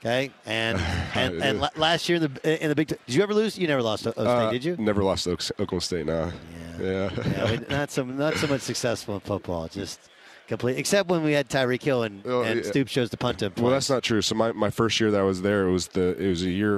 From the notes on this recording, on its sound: live on the final day of Radio Row in Phoenix ahead of Super Bowl 57!